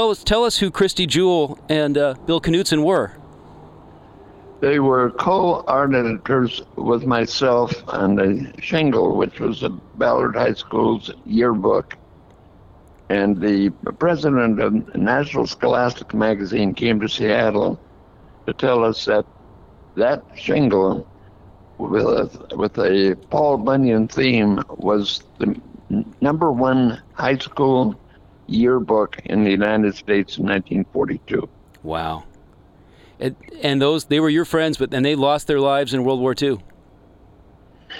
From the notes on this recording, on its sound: LIVE from Memorial Stadium. A special episode of CASCADE OF HISTORY was broadcast live on SPACE 101.1 FM from the Memorial Wall at the stadium.